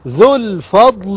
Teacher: واو مد طبيعي حركتان يسقط وصلا